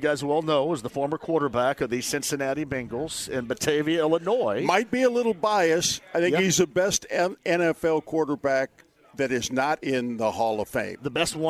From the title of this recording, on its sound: Live From Horshoe Indianapolis